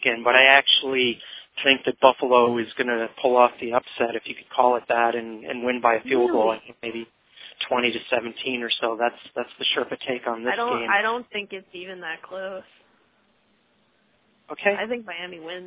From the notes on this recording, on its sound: fan interaction via phone